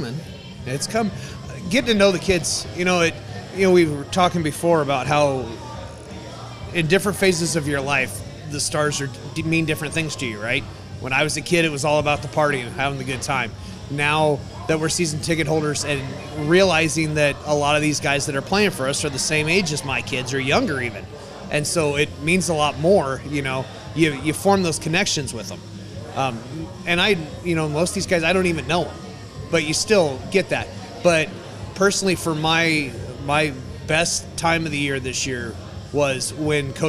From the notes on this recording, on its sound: Were back with another live show at Brewskys.